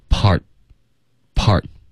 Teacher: Part 的特我们省略，用一个干脆的停顿做结尾。